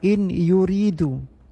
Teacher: Sambil menunggu anda bergabung, mari kita dengan membahas makra ini dengan bacaan idgham, yaitu nun mati bertemu dengan ya, kalimah in yuridu, dan lafaz nun disamarkan, diidghamkan, digabungkan ke huruf ya, sehingga nun hilang sama sekali lafaz, tetapi sifat dengung yang harus dipenuhi